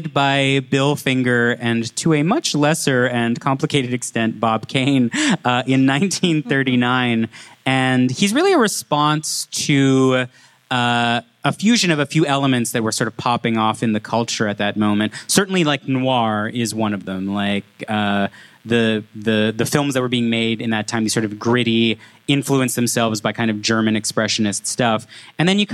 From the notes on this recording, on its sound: live at Fan Expo Canada